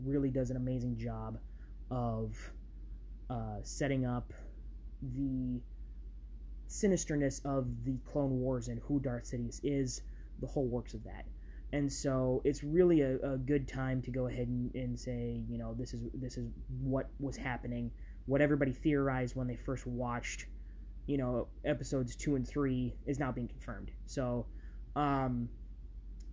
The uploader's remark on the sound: the background noises of this episode